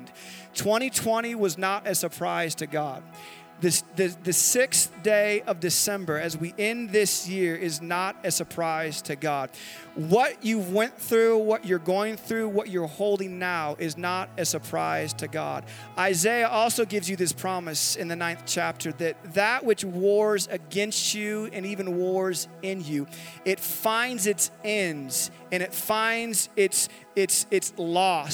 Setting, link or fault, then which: setting, live audience